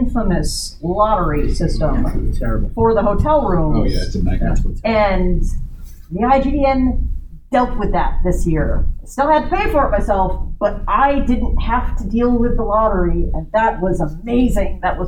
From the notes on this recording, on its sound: Recorded at Metatopia 2023